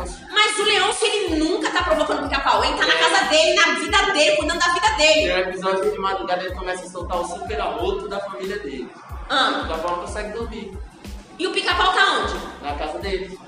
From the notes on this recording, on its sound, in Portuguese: Os alunos gravam seu primeiro episódio, deixamos na íntegra afim de mostrar os erros e dificuldades de gravação.